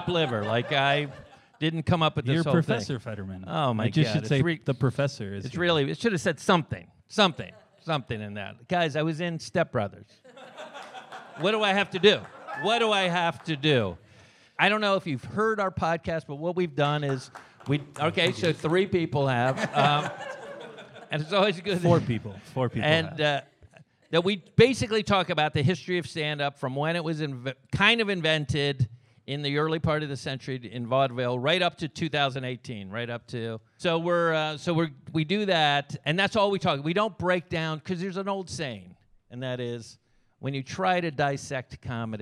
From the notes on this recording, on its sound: Recorded Live at Dynasty Typewriter at the Hayworth in Los Angeles. For a special live episode of The History of Standup.